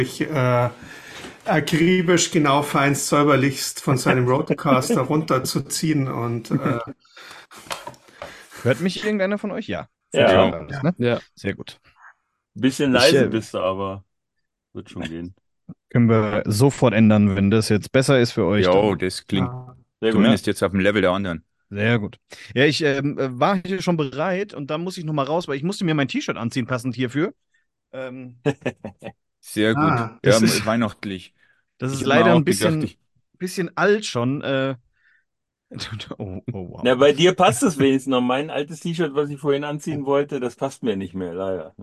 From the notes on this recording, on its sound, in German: Zur Weihnachtsfeier 2023 haben sich im Zoomcall zusammengefunden.